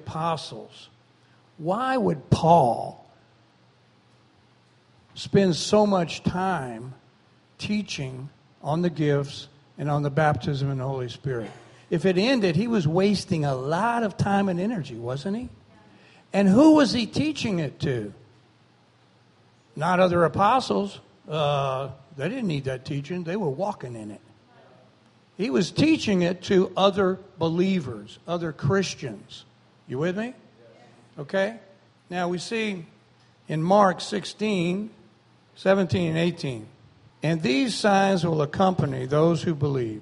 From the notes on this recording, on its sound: Recorded on August 13, 2017, during Sunday morning service at Celebration Life Family Church.